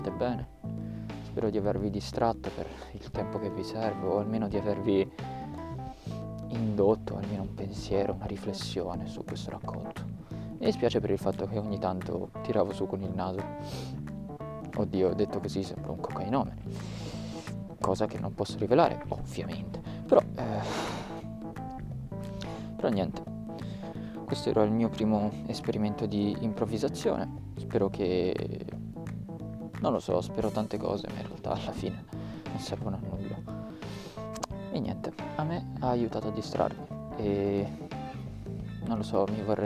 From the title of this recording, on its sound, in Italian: registrato al parco